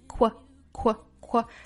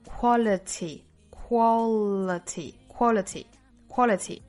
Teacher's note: 应该是把它读成一个 qu 也就是辅音 k 和辅音 w 并连在一起，那读起来呢，大家一定不要读成了 kw，应该是两个非常紧密的联系在一起，凑成了一个音 qu。那我们大家可以点击一下下面这个视频片段，这个是我从国外的一个原版素材里面截取下来的教小朋友发音的。那我们来看这里面应该是 qu，我们能够很清晰的听到它的发音是 qu 字母组合读 qu ququ，大家一定不要把中间断开掉了，不是 qu 是 qu ququ。那再加后面的元音呢，是 qu qu qu